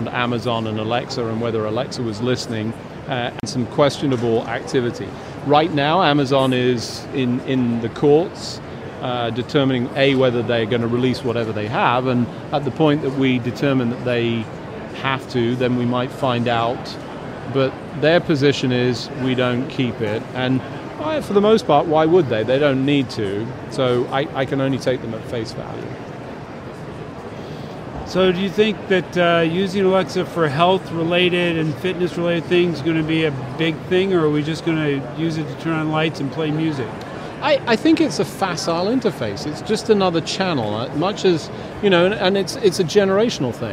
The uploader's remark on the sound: LIVE from #HiMSS17